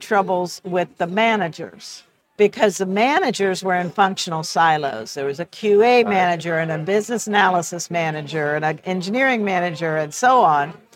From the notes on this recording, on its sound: sat down at the Agile Australia Conference